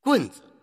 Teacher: 棍的后面那个子，它就要读一度，这个一度啊很短 · Term: 轻声